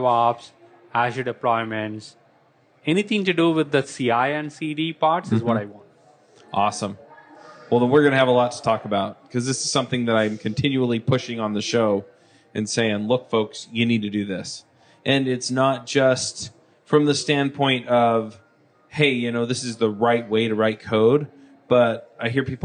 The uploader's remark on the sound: LIVE at Microsoft Build. Shure SM58 Microphone. Zoom H6.